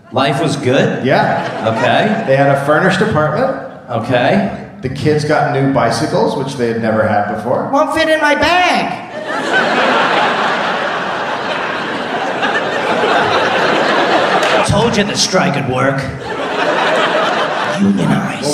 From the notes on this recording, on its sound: Live in Chicago. Recorded live at The Anthenaeum in Chicago, Illinois.